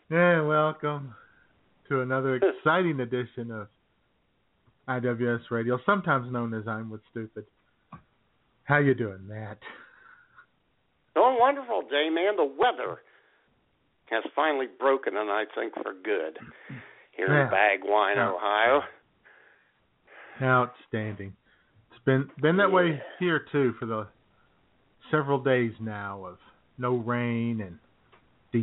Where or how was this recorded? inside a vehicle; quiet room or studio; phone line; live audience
phone line